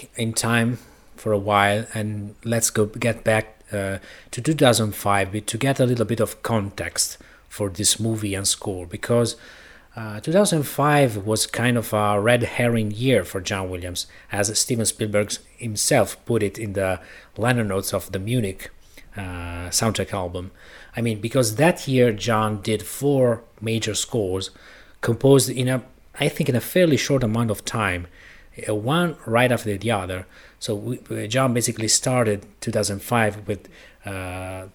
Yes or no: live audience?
no